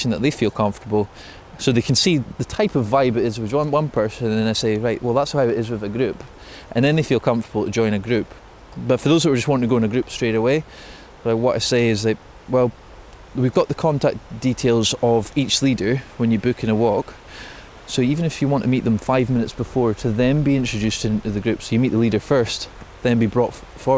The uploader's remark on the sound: take a walk and talk through Reelig Glen